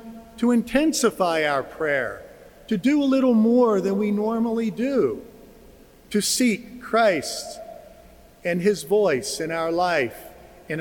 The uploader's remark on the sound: Joseph Cathedral. This recording is of the homily he delivered during Mass. It was spoken just before the distribution of ashes.